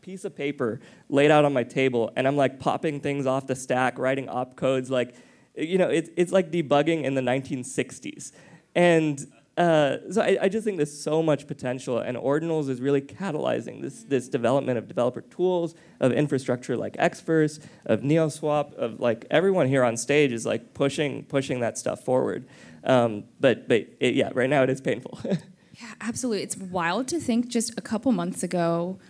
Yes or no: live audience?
yes